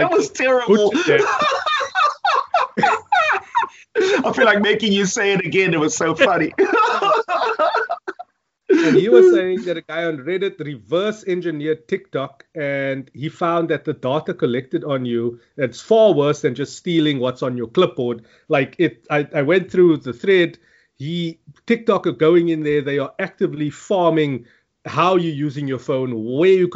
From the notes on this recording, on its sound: Recorded via Skype.